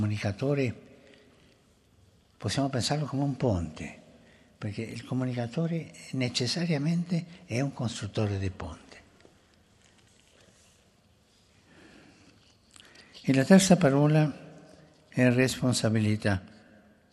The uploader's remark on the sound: FROM THE PAULVI HALL